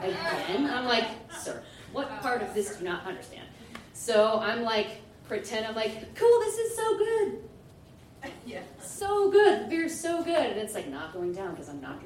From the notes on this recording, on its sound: Goes south is a live storytelling event out of Charlotte, NC. This podcast combines audio recordings from these live events to share with you! Goes south live events take place on the 3rd Tuesday of the month at Petra's in Historic Plaza-Midwood, Charlotte, NC.